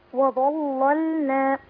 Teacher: في كلمة وظللنا اللام الأولى اللي هي اللام المشددة هي اللي هتغلظ عند ورش صح كده؟ اللام الثانية ساكنة فمرققة وظللنا قوليها كده وظللنا تمام وظللنا عليكم الغمام وأنزلنا عليكم المن